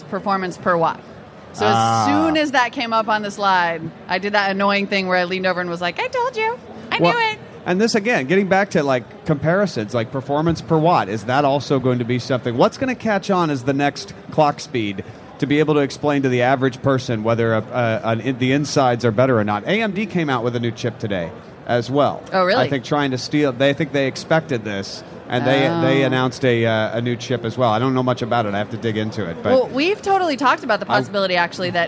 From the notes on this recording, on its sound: Live from Macworld.